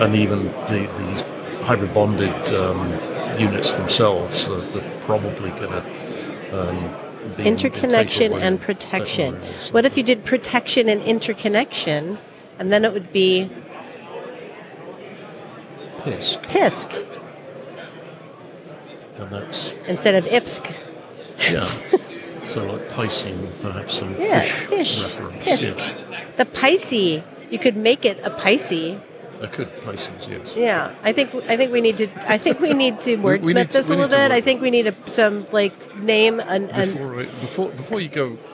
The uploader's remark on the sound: recorded at IMAPS DPC 2023